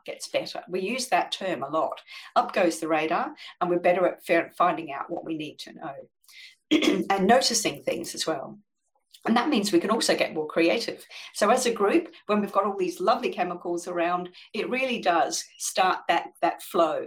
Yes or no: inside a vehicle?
no